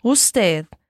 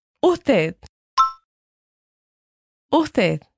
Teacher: Quando ele fala usted, não pronuncia o S assim como eu falei. Parece que ele aspira esse S. · Shown in: second take